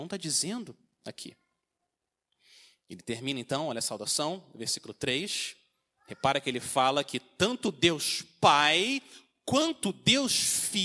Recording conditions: large echoing room